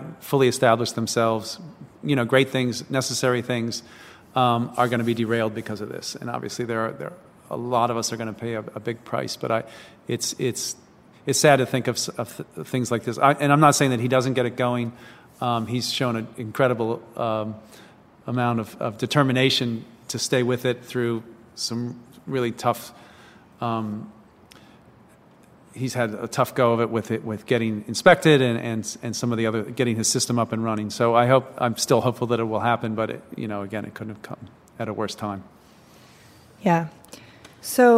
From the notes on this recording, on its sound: recorded at an empty Woodberry Kitchen in Baltimore